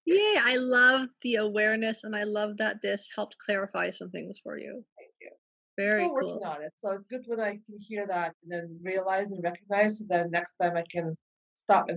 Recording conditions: video call